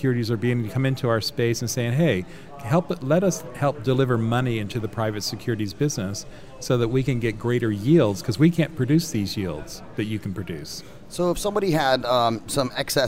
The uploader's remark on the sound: Lauderdale Florida from the floor of the Pitbull conference.